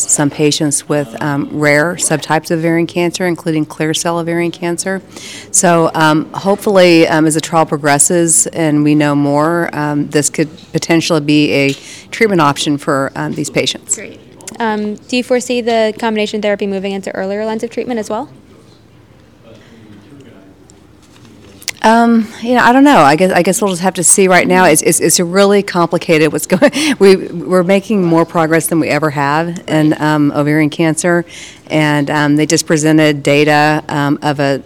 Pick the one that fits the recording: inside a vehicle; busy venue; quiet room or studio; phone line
busy venue